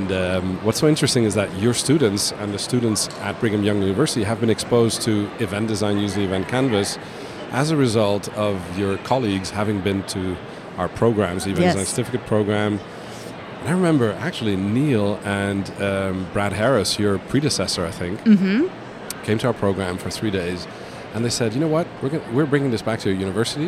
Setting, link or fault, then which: setting, busy venue